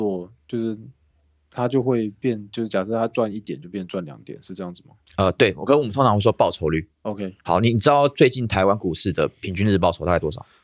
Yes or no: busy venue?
no